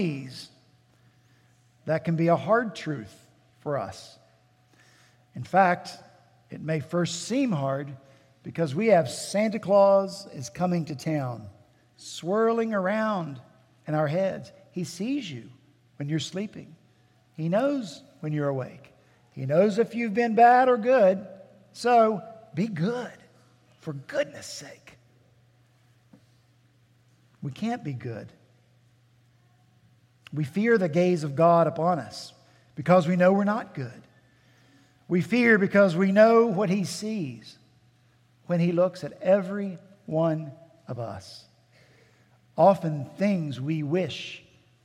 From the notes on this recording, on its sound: At Redeemer Presbyterian Church in Charleston, SC